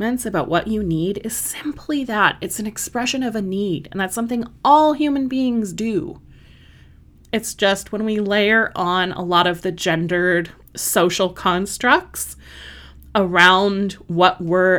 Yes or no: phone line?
no